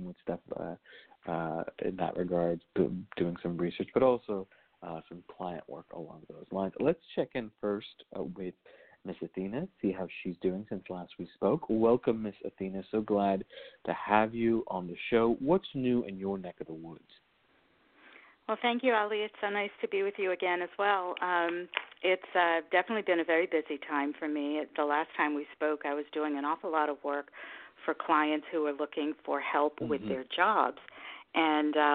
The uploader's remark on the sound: a real, live call-in show